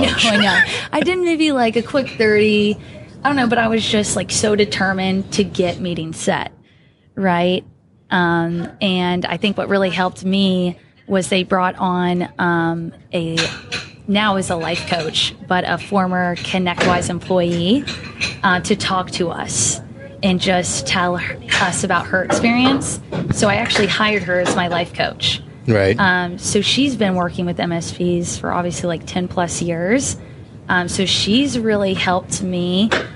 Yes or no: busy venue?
yes